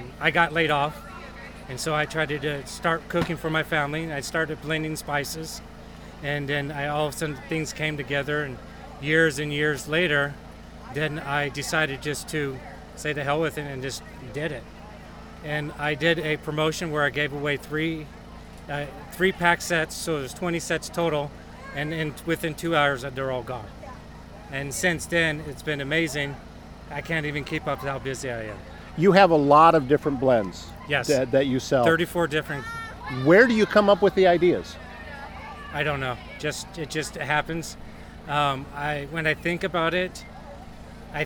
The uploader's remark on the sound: This episode was recorded on site at the Cultivate Community Event in Glenwood Iowa on August 10, 2022!